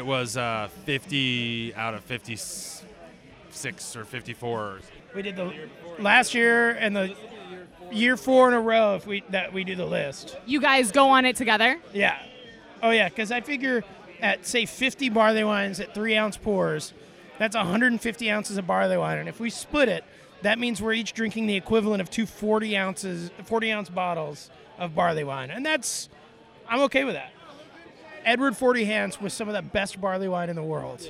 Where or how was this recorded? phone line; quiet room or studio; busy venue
busy venue